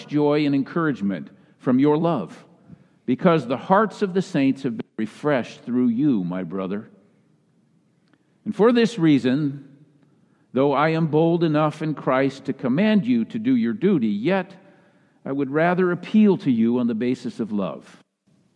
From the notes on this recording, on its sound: Message delivered during the Traditional Worship service. Message delivered during the Traditional Worship service.